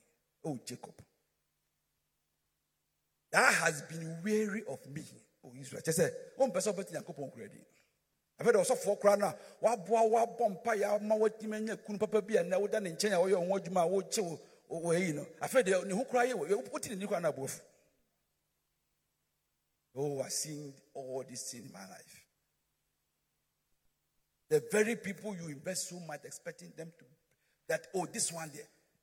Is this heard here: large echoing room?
yes